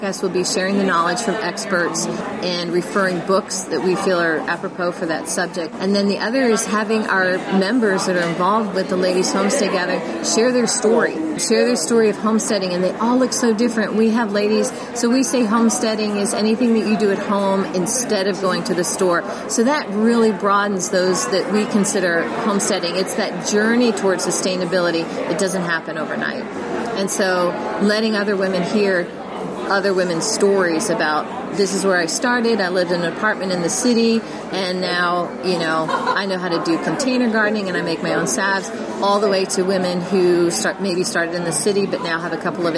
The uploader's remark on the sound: In September I had the opportunity to attend the 2018 Mother Earth News Fair in Seven Springs, Pennsylvania. While there I recorded two in-person interviews.